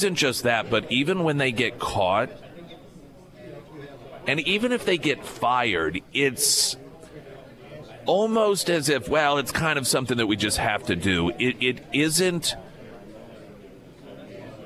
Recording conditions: busy venue